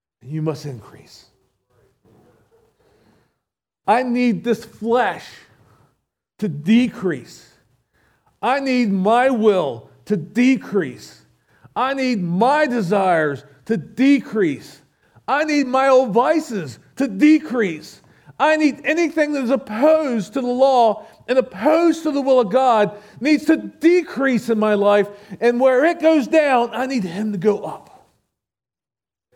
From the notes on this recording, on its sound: SVBC Morning Service. Recorded at Shenandoah Valley Baptist Church on Jul 16, 2023.